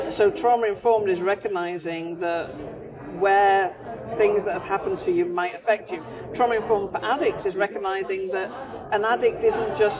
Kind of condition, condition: fault, background noise